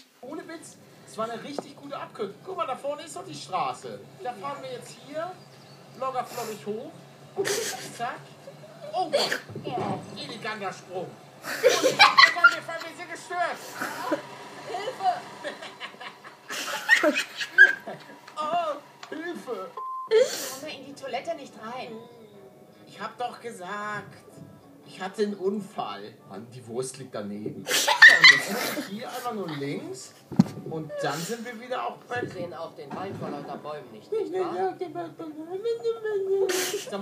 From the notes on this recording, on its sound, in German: Meine Mutter hat die Aufnahme zerstört